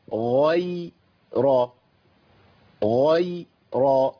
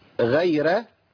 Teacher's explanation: الغين حرف مستعلي في أعلى مراتبه لأنه محرج بفتح، والراء حرف مفتوح مفخم · Shown in: first take